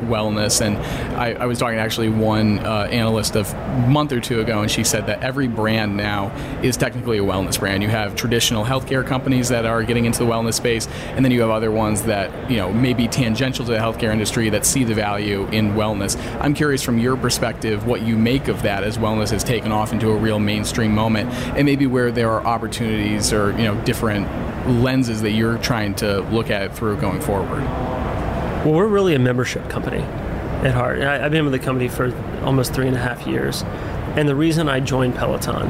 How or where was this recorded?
busy venue